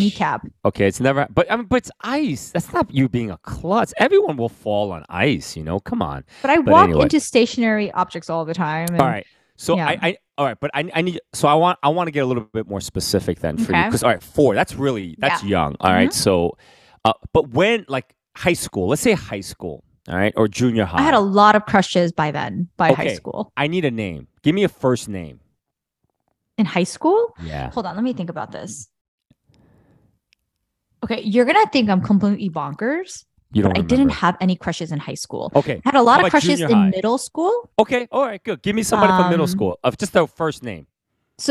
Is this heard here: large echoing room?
no